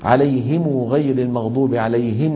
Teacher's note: قرأ بعض القراء العشرة بصلة ميم الجمع بواو لفظا، لفظا يعني لا خطا، في حالة الوصل على لهجة بعض العرب نحو عليهم غير المغضوب عليهم ولا الضالين، فإن وقفوا سكنوا الميم هكذا عليهم، ولا يدخل الروم ولا الإشمام على هذه الميم.